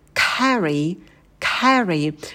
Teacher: на «к» придыхание, потом звук лягушка, открытый «э»